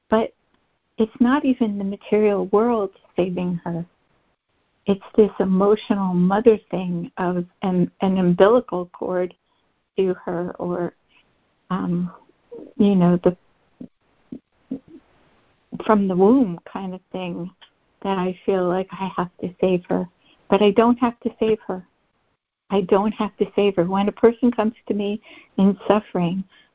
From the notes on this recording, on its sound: ACIM Daily Conference Call